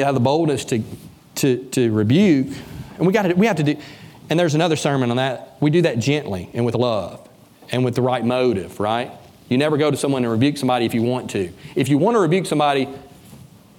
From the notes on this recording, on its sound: From the pulpit of Beaver Baptist Church in Brighton, Tn.